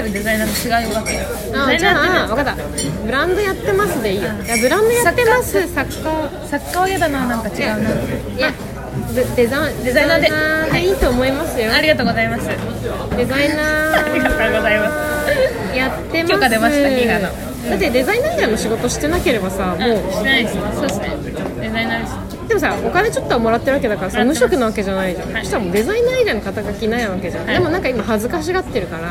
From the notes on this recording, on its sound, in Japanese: 2020/12/19 19:47新宿の喫茶店タイムスにて収録